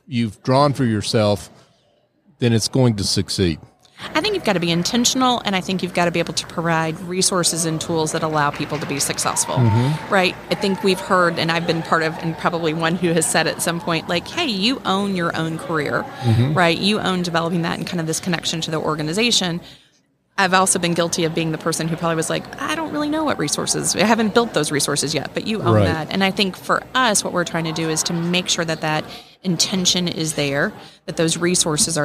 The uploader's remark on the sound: LIVE from SOAHR 2023. LIVE at the Business RadioX® remote at SOAHR 2023.